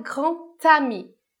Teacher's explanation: E aí, nesse caso, o D vai ter som de T. Na liaison, na ligação, o D do final da palavra vai fazer som de T. Então, a gente não vai falar grand ami.